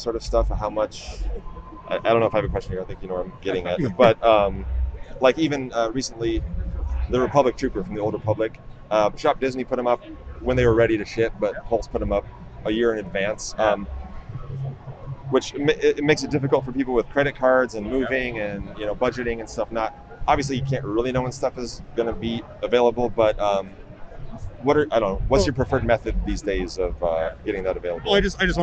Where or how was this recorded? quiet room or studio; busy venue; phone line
busy venue